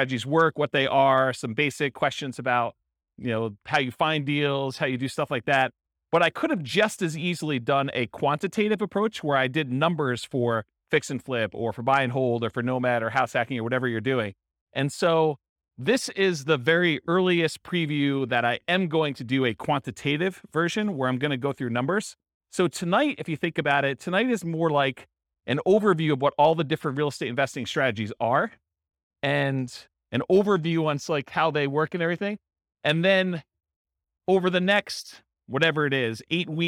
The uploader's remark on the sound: This was a live class recorded